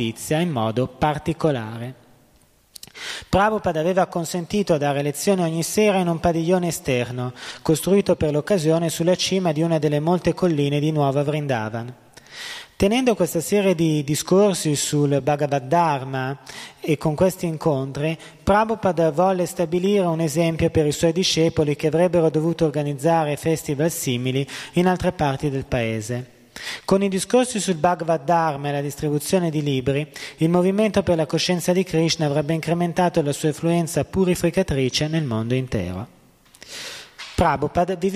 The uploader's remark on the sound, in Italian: in diretta dal Tempio di Villa Vrindavana